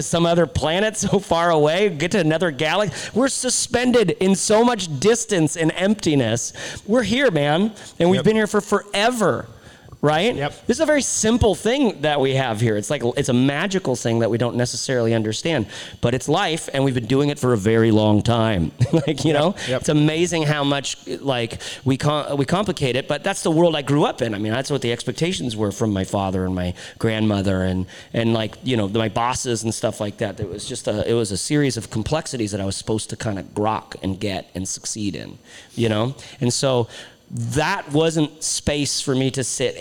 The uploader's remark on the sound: Recorded LIVE at The BIG Ready. In front of a live studio audience (of sorts).